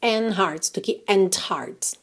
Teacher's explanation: você pode não pronunciar o D de and. Como consoante oclusiva, ela poderia aparecer mais, menos ou nada, né?